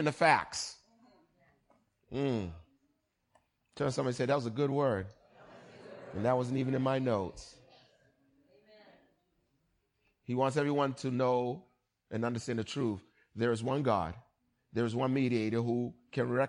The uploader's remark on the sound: Recorded on 20160522 at the 08:30am Service.